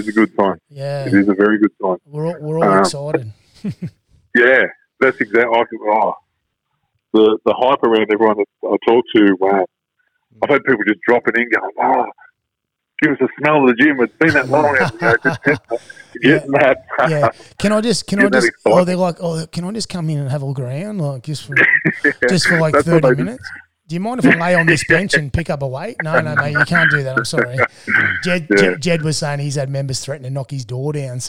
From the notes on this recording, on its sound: we phone